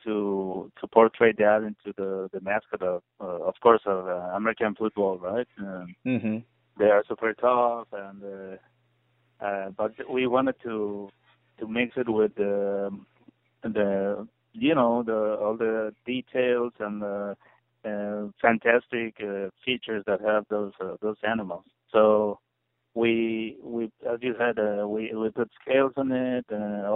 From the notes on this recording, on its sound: Conducted a phone interview.